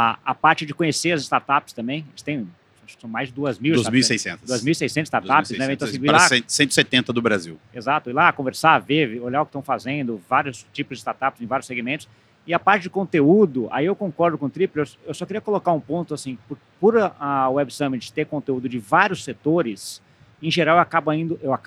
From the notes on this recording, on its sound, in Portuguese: Gravado diretamente do Web Summit em Lisboa